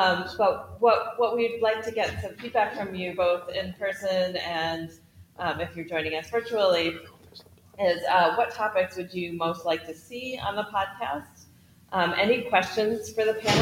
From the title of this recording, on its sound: Live from the American Society for Bioethics and Humanities Conference in Portland, OR